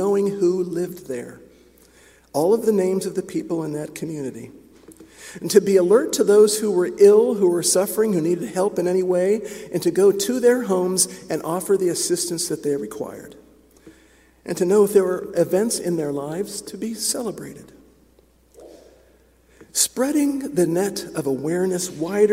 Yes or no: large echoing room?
yes